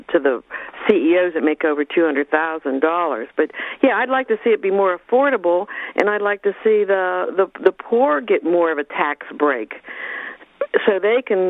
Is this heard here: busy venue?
no